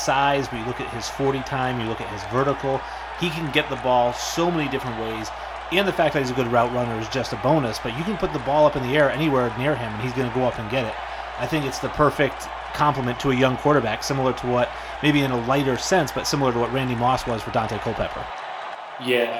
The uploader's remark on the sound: FBAS Mock NFL Draft 2020. Coming to you live from the draft.